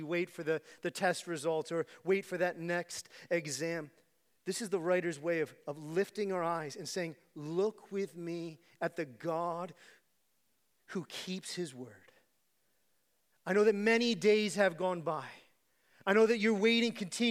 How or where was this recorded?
large echoing room